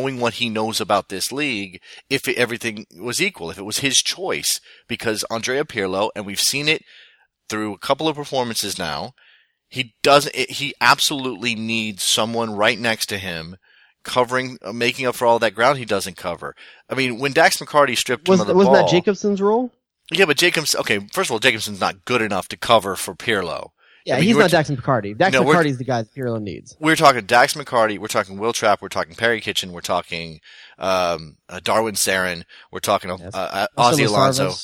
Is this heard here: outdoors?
no